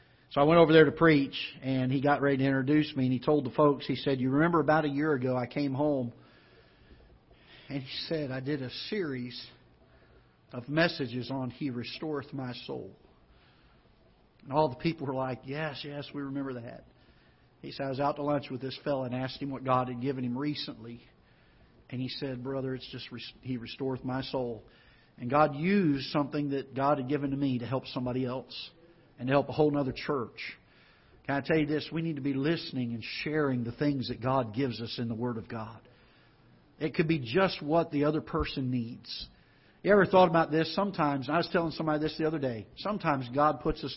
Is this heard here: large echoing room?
yes